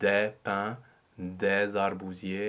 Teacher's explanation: In common speech, they are pronounced with a, a closed e, but in lyric diction, there should really be an open e. This is another one of those things that has happened to the language where a lot of the open vowels have tended to become closed.